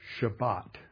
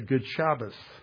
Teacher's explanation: But if you're talking with somebody influenced by Yiddish and Ashkenazi pronunciation of Hebrew, the final T is pronounced like an S · Shown in: second take · So they'll say, Good Shabbos.